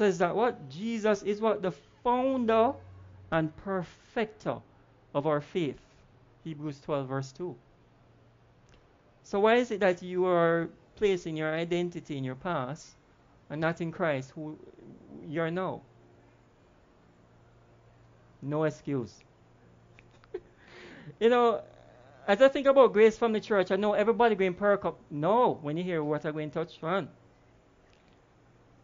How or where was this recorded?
large echoing room